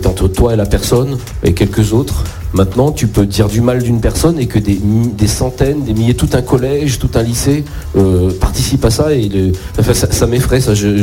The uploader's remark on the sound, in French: En interview sur la scène du quai des artistes.